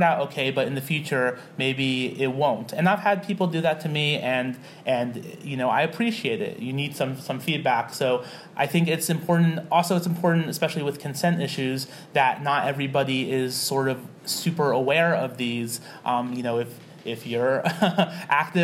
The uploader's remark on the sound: Live at the Philly GRUE